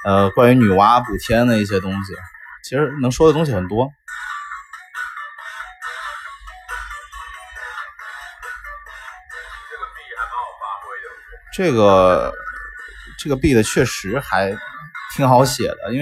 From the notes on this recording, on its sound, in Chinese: 希望大家包容这期节目很渣的音质。